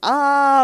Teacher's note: ah is like the most open of the vowels, like the jaw is just fully dropped. Okay. Like it's the least restricted.